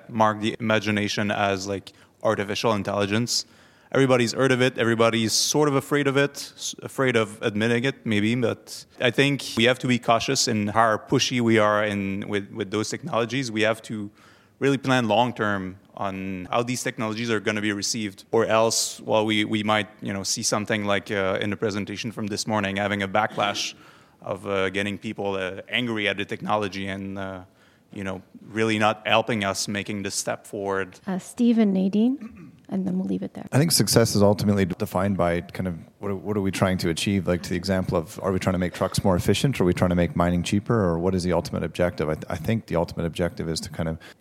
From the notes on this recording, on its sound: This episode features the Big Data and Automation panel at The Northern Miner’s 2019 Progressive Mine Forum in Toronto.